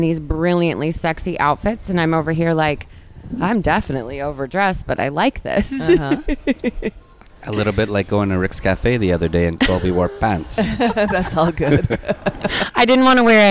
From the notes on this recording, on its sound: Join us on location at Hedonism II Resorts in Jamaica.